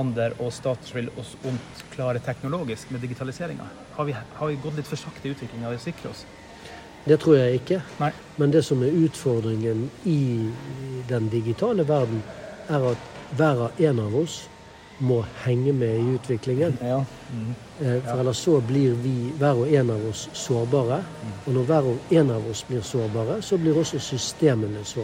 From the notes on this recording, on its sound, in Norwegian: Vi beklager for lydbildet fra en veldig livlig stortingskantine, med en tidvis overivrig støvsuger i tillegg. Som inviterte oss inn på Stortinget for første dag av konferansen.